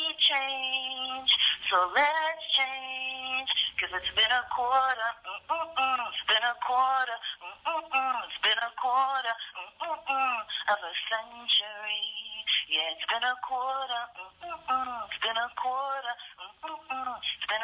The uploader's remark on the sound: Was recorded over the phone from Bedford Hills prison, a maximum security correctional facility in Bedford Hills, NY.